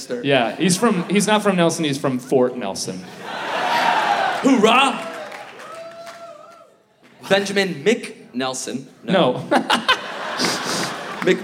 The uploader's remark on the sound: Live in Vancouver! Recorded Live at the Vogue Theater as part of Just For Laughs: Vancouver!